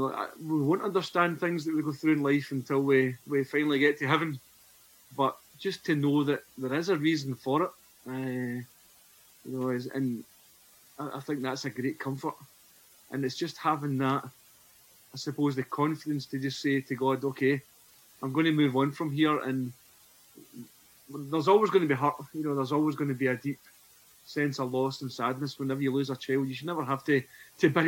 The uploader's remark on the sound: Please forgive the audio quality as it was recorded during lockdown over Zoom.